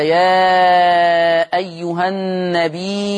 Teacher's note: يقرأها ورش بالهمزة، فتمد الياء مدا مشبعا، أي يشبع في هذه الحالة المد المتصل